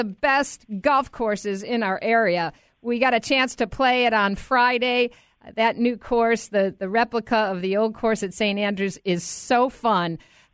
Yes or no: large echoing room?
no